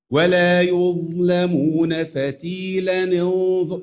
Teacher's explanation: فتيلا بتعامل بعد الفتحه، في الحالتين مع التقائهم بساكن هكسر التنوين · Term: كسرت